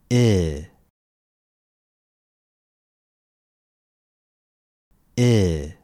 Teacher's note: They are not spread and they are not forward. So again, your tongue is high and forward, but the center is somewhat lower and relaxed